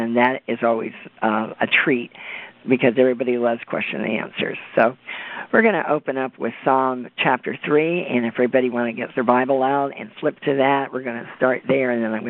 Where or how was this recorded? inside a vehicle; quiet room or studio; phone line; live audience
phone line